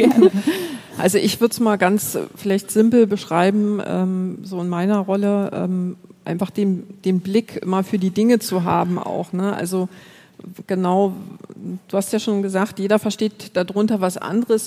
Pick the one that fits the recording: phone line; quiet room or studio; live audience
live audience